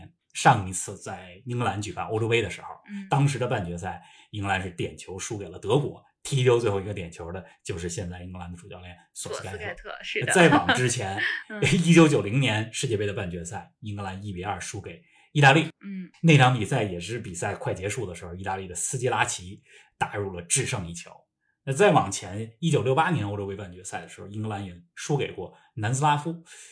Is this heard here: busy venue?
no